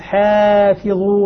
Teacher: رققت الألف تبعا للحاء